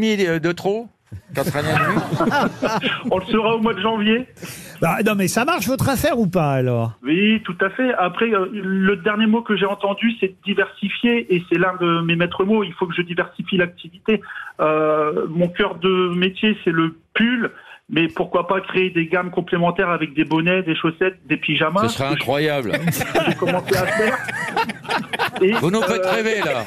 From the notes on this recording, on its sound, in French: était au téléphone des Grosses Têtes